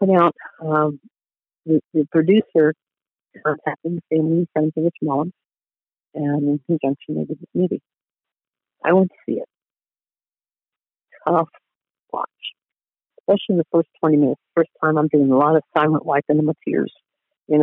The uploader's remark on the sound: Phone Interview